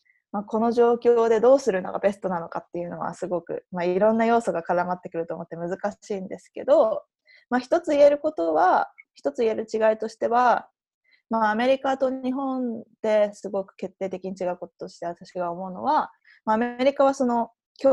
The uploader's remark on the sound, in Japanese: 初めてリモート収録を行いました